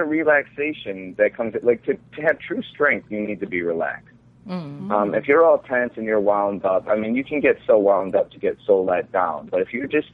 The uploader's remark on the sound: Also joining the hosts by Phonecall are special guest